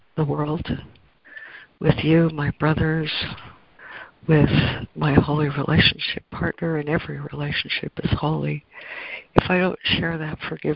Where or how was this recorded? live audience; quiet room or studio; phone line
phone line